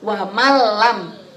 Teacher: Wa malam, tidak usah didengung-dengungkan